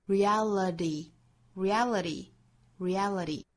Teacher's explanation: 美音更倾向于把尾部的 t 发成弹舌音